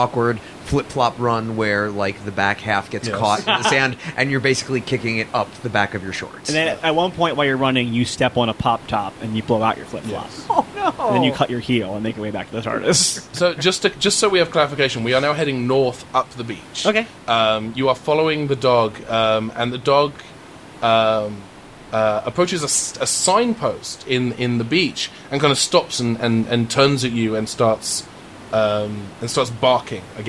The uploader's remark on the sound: Recorded at Geeky Teas & Games in Burbank, CA.